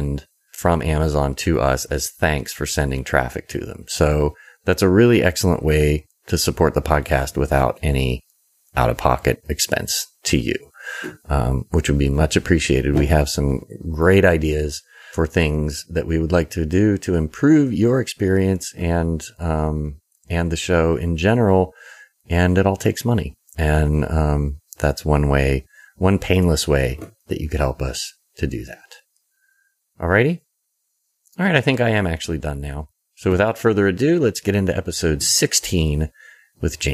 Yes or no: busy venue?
no